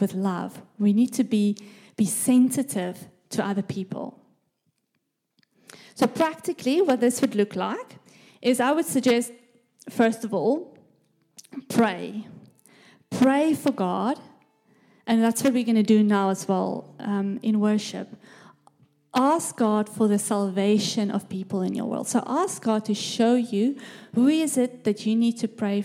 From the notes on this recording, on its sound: This message was recorded live at our Malmö Gathering on Sunday, October 8th, 2023.